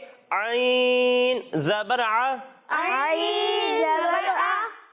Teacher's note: حلق کے نچلے حصے سے. اور جب ہم عین کی ادائیگی کریں گے تو اسے حلق کے درمیانے حصے سے پڑھیں گے